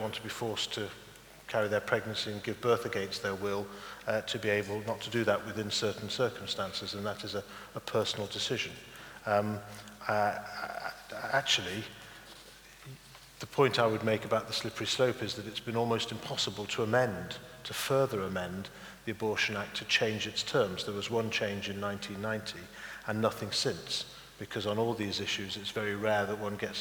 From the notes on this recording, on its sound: debate the issues and respond to questions and comments from the audience